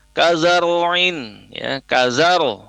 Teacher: ro sukun diawali huruf berharokat fathah sehingga ro-nya dilafazkan tebal.